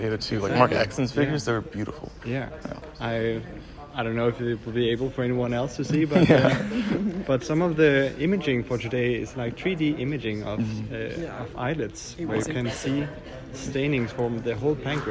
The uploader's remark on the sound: recorded during IDS Paris 2023